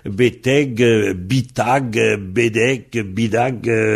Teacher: Le T, bah, il devient D et le D devient R.